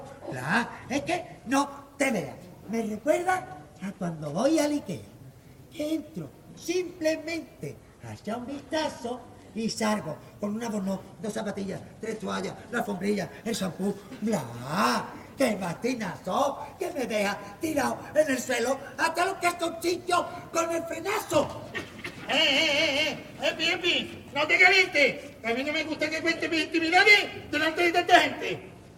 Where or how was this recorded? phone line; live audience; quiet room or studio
live audience